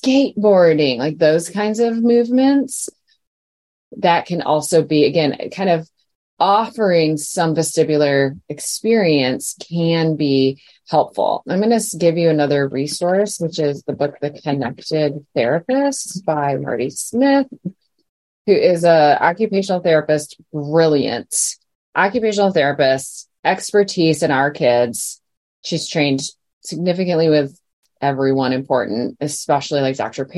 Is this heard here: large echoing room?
no